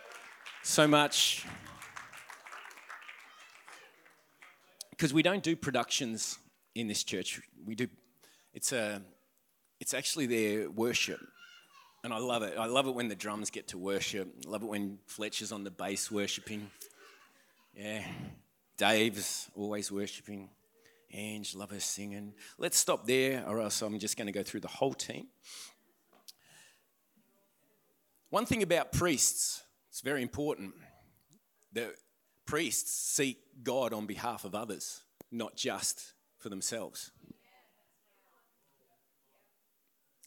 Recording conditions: live audience